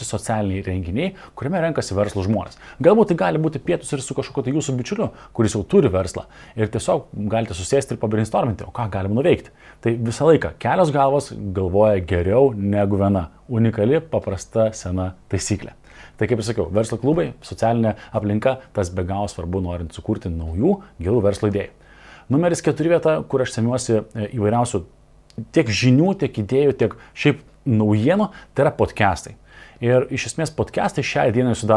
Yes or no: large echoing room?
no